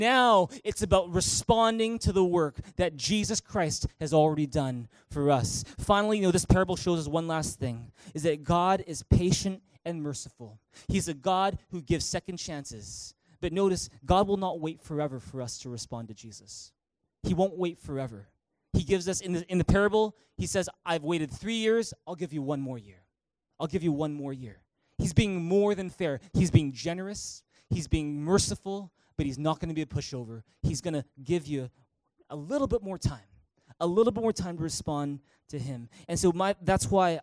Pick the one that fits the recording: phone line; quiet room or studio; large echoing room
large echoing room